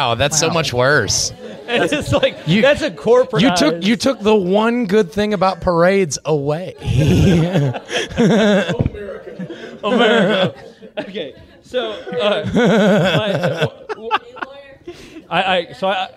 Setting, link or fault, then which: setting, live audience